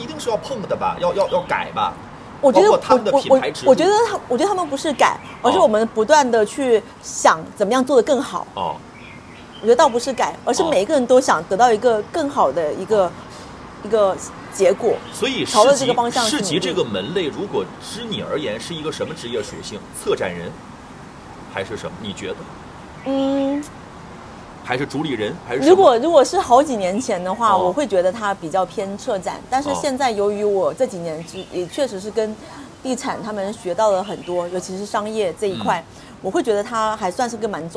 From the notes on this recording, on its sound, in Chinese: 世纪海角-赴一场春天的约会市集现场。